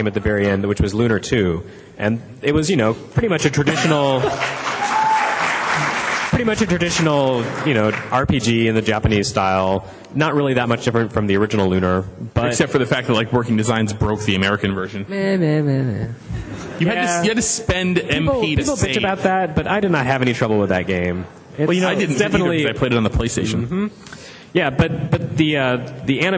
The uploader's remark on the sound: Retronauts Live: Retronauts Live 4. PAX East 2011.